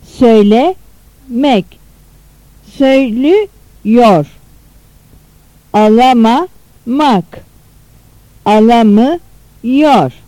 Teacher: Ünlü daralması. Yor eki kendisinden önce gelen A, E geniş ünlülerini daraltır.